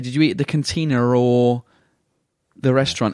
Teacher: adding an R on the end of words that have got an A